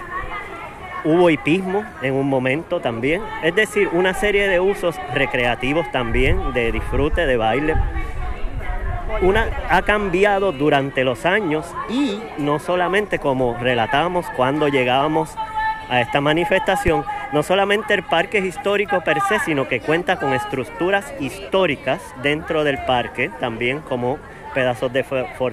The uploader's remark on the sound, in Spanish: llegó a la Plaza de Armas, donde conversó